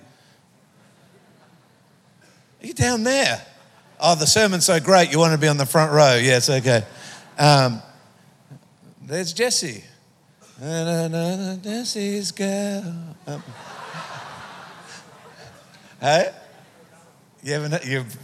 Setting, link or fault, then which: setting, live audience